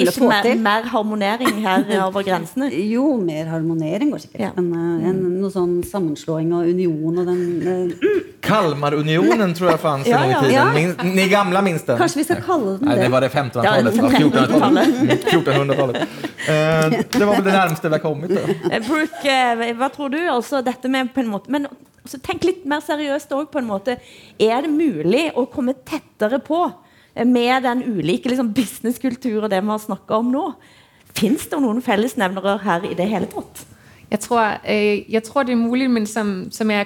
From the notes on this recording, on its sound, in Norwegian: Fra Holmen Bar, KÅKÅnomics 2019.